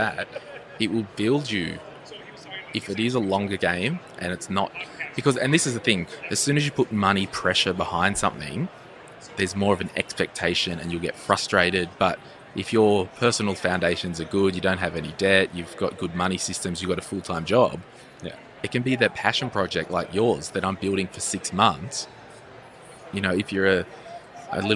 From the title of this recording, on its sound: live from Podcast Movement 2019